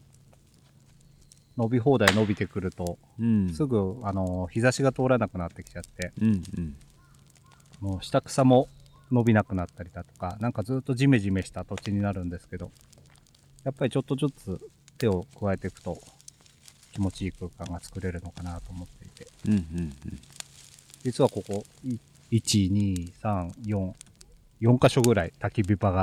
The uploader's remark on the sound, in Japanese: 焚火ラジオ初のリアルな焚き火の前での収録。冬の焚き火は心地よい。